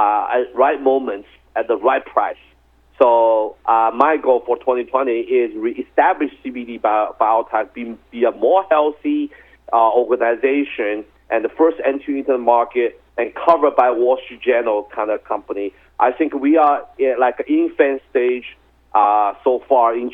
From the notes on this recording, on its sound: called into SmallCapvoice